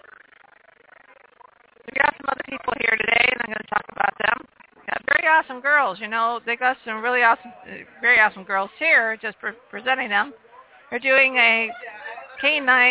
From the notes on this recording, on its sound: We are LIVE out at the first ever, Geek Day at the Phoenix Film Festival.